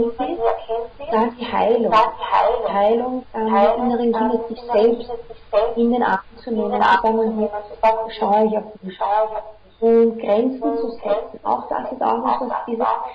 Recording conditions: poor sound quality